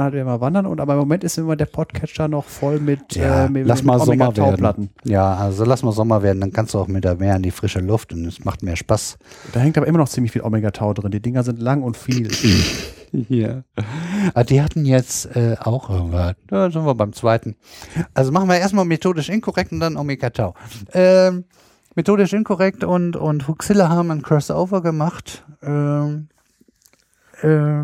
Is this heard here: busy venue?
no